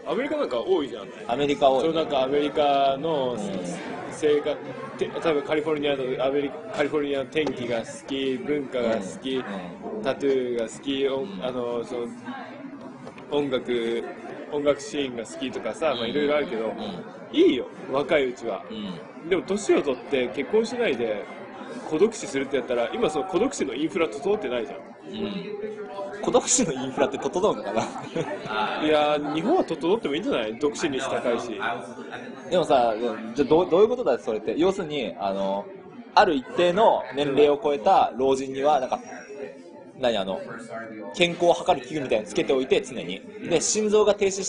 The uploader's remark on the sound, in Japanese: 初の屋外収録で、雑音がやや多いかと思います